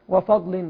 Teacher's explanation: بعض يقرأ بتفخيم الفاء يعني نظرا لأن بعدها حرف الضاد